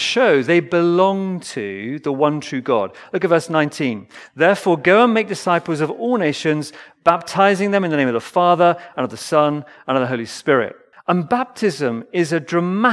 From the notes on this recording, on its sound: Recorded Live stream Sermon from Binscombe Church (BWS) 19th November 2023